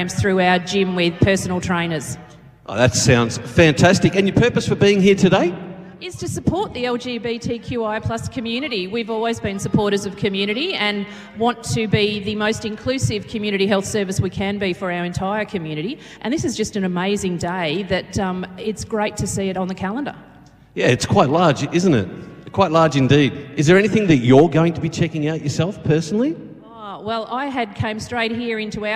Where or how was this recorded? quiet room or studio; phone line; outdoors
outdoors